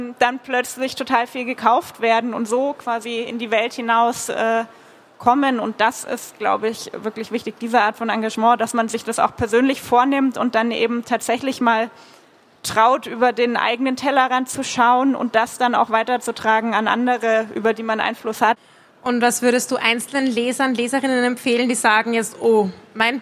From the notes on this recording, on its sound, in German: Buch Wien - Live! Im Rahmen eines Live-Podcast auf der Buch Wien.